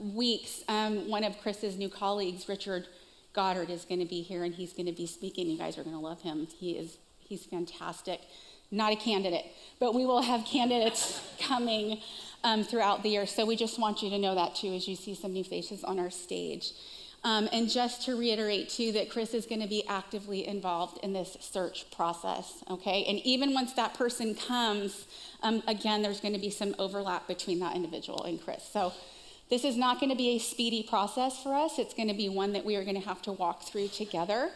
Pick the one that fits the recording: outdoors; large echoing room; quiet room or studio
large echoing room